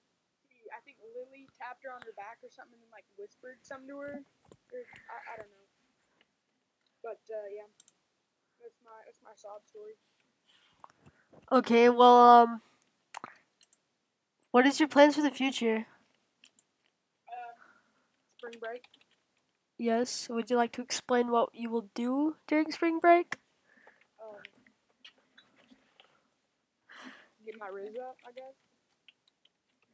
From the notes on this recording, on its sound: Bad audio sorry.